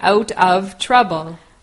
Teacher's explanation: We usually say out of trouble. Right, we don't really pronounce the of, we say out of trouble.